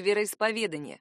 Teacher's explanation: В этом существительном не одно, а два ударения. Одно главное, второе побочное, второстепенное.